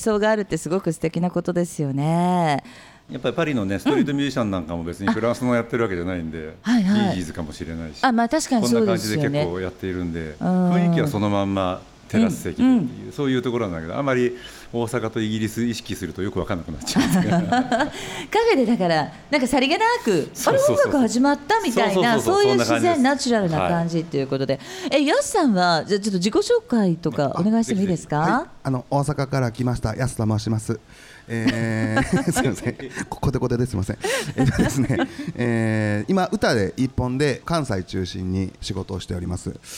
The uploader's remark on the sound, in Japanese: 5/13に都内で公開収録を開催し、リスナーにもラジオドラマに参加いただきました。